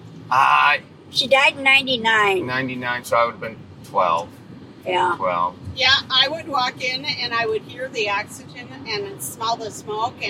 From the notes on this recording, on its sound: Live from a car ride to Ho Chunk Casino